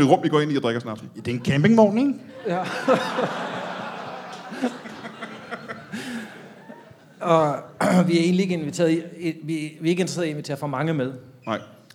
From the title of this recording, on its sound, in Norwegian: LIVE fra Comedy Zoo